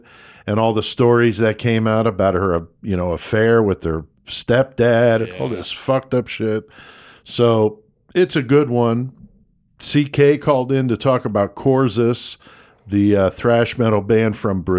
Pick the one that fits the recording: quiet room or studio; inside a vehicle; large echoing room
quiet room or studio